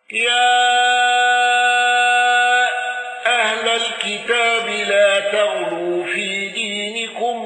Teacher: الأزرق بالإشباع واندرج معه النقاش وحمزة